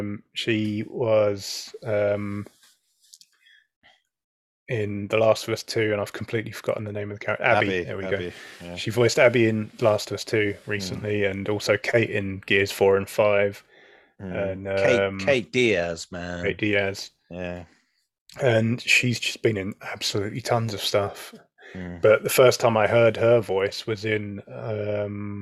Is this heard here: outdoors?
no